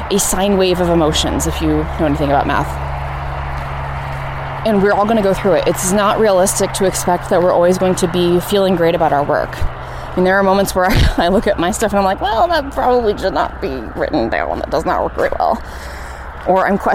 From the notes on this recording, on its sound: Please forgive all the traffic sounds! I was coming down the south side of Waterworks Hill in Missoula, which is right by I-90.